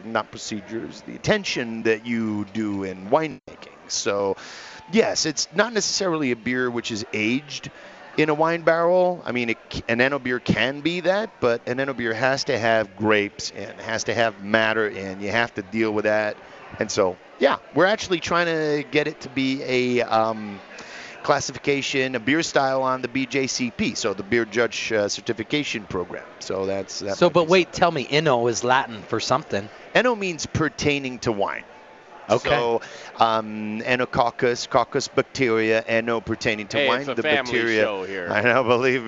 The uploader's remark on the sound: Stomping grapes in Denver Colorado! LIVE! Live in LIBERATI restaurant & brewery.